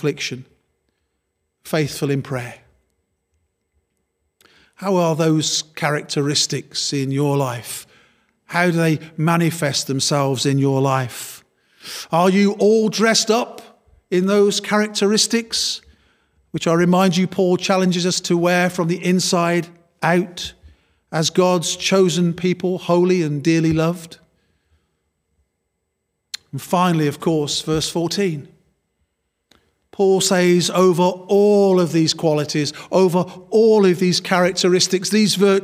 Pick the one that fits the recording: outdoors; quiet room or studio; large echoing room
large echoing room